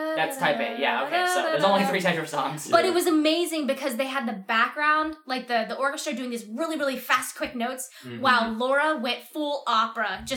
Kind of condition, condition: fault, poor microphone